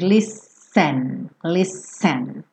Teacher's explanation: listen, embora se escreva com esse T, soa como se fossem dois S's